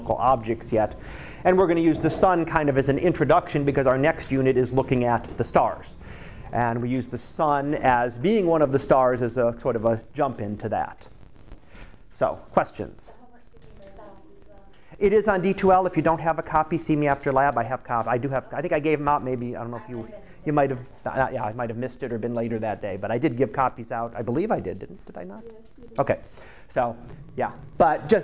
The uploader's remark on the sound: Live Class Lecture